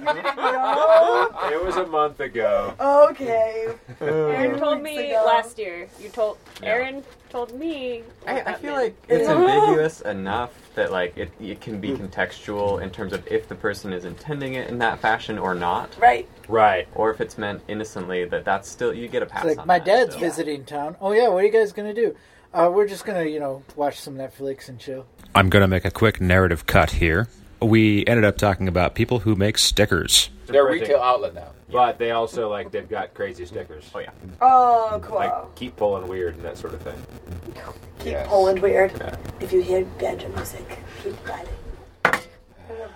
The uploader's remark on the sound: A few friends gathered at the studio after a recording. We’re sharing a minimally edited version of a live mic in the room with all of their permission.